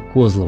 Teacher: Не Козлово, а именно Козлово с ударением на первый слог. Потому что все практически названия в этих местах, они носят названия, которые соответствуют карельскому произношению.